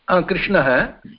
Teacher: तत्र मध्ये षकारः, मूर्धन्यषकारः अस्ति खलु